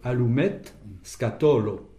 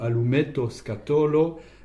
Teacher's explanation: Et on pourrait même dire allumette scatolo en faisant l'élision du O. Mais je pense qu'il vaut mieux prononcer tranquillement en prononçant ce O. Allumetto scatolo, notre interlocuteur comprendra mieux.